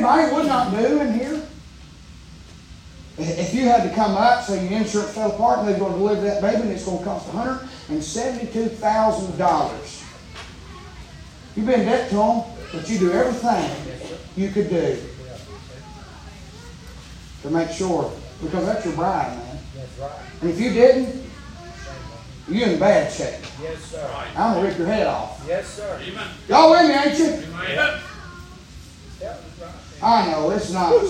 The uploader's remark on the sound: Preaching live from Still Water Baptist Church.